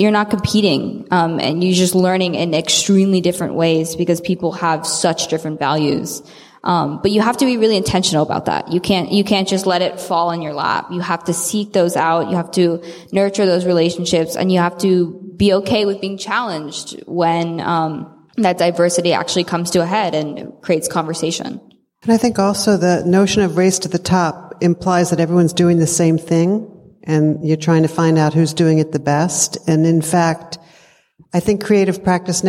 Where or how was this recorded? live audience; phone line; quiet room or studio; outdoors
live audience